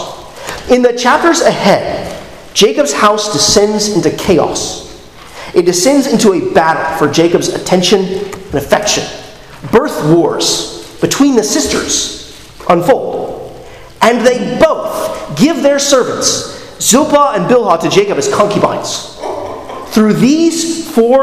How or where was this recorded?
large echoing room